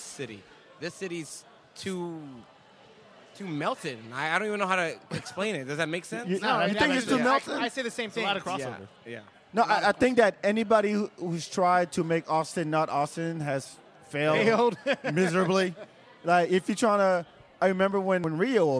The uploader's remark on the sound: Sunday Funday Live From Lavaca Street Bar at Rock Rose.